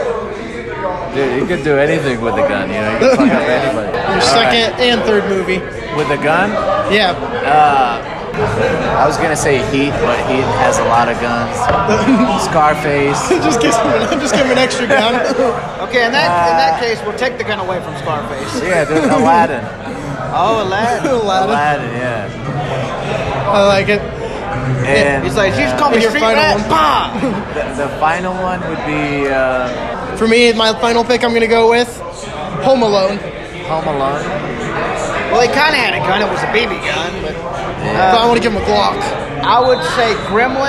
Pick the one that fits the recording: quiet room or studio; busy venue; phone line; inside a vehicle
busy venue